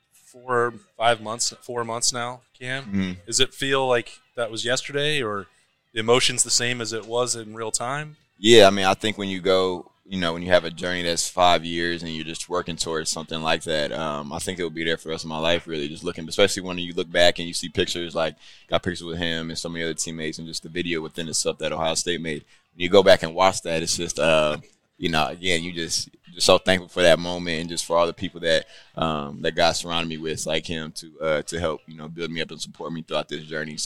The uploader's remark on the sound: THE Podcast is at Roosters on Olentangy River Road in Columbus for another episode of THE Live Show